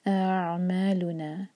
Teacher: عین پر جھٹکا نہ آئے اور نہ ہی عین کی حمزہ جیسی آواز آئے، الف کی آواز الگ اور عین کی آواز الگ